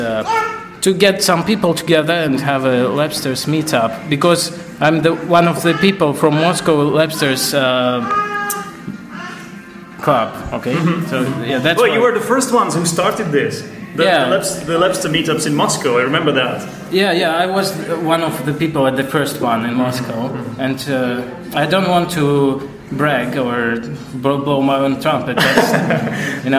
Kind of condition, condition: setting, live audience